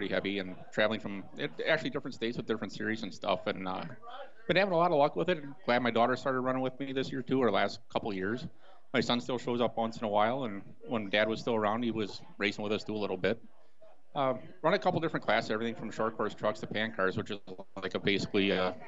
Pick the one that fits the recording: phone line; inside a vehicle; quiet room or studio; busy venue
busy venue